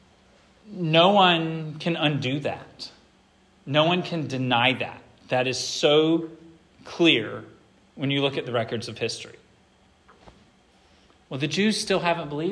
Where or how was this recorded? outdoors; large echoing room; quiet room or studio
large echoing room